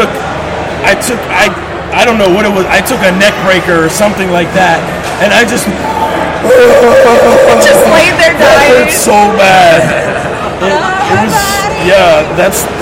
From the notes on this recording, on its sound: Pardon the ring noise, the effects of having a live mic after a show!